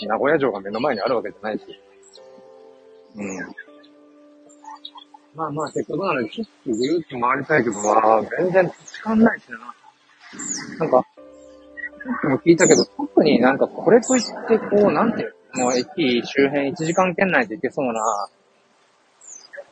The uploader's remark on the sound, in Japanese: Live 人生初の名古屋駅周辺を散策中Ⅱ。